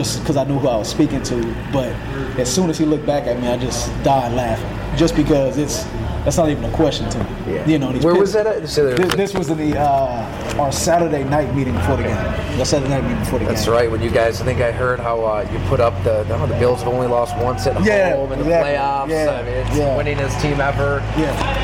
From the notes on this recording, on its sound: here is some sound from the Bengals locker room